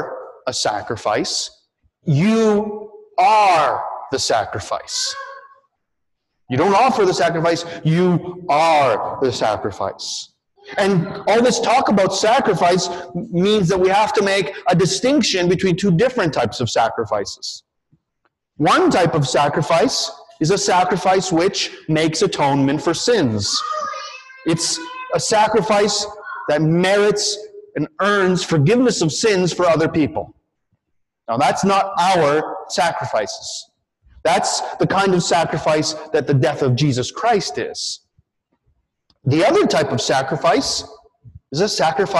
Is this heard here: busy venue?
no